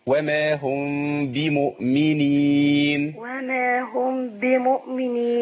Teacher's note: اخلي الشفتين يتماسوا ماشي، لكن ما فيش مط للشفتين · Term: الإخفاء